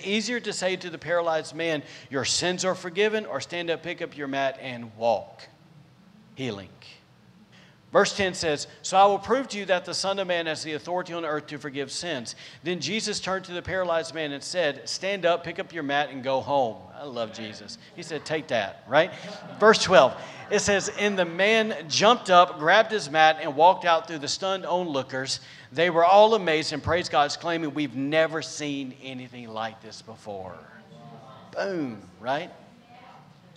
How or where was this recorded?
large echoing room